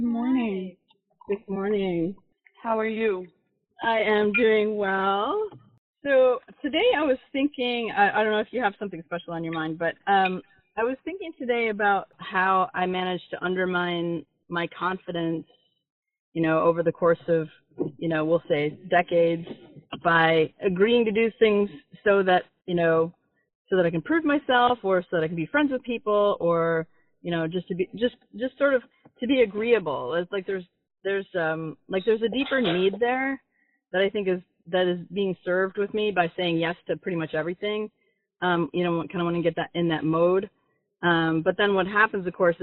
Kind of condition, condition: link, phone line